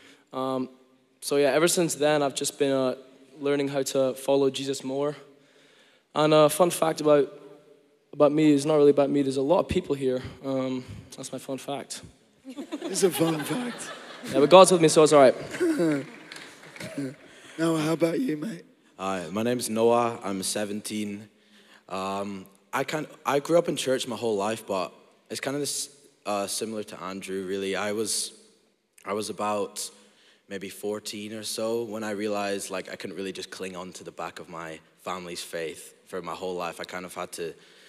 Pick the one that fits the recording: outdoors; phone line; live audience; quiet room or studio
live audience